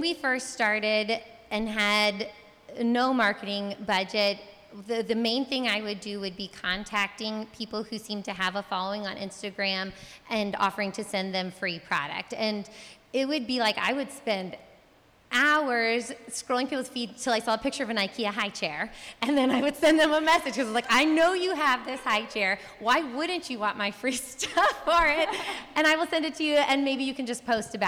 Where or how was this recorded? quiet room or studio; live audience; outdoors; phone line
live audience